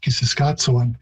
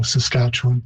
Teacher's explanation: Plains Cree tends to use a ts sound more than a ch, but can be used in some dialects, and so I'm not surprised that that's how most people pronounce it. The first syllable dropped off, the second syllable, unstressed, became sort of like a s · Shown in: second take · so Saskatchewan, as opposed to Saskatchewan.